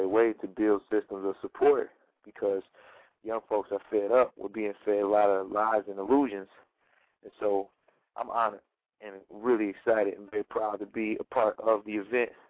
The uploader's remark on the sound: Call in show! Chat show!